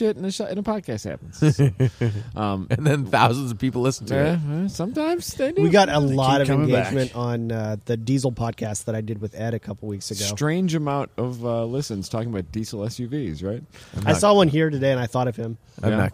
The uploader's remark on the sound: We're still at COTA.